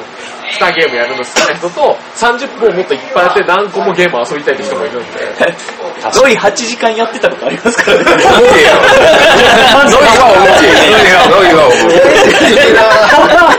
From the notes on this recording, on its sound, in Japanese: ゲームマーケット神戸2017前日会にて。お酒の勢いであれやこれや喋っちゃうよ！！